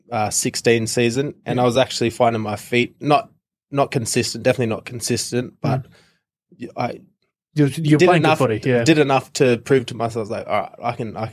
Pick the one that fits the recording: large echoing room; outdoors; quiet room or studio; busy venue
quiet room or studio